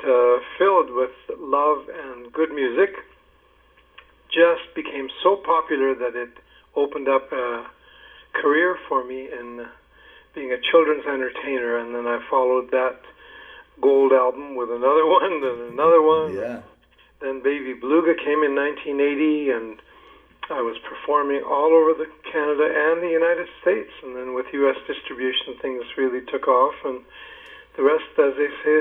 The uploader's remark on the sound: I spoke on the phone